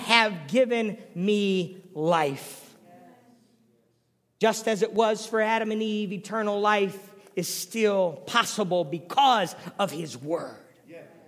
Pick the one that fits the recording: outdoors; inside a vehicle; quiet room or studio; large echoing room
large echoing room